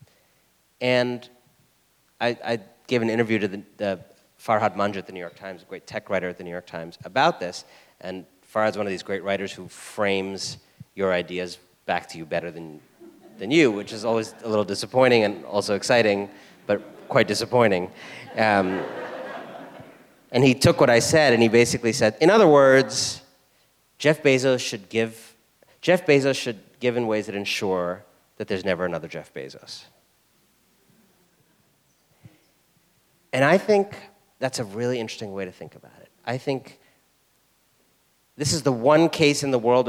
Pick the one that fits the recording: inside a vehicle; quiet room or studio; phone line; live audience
live audience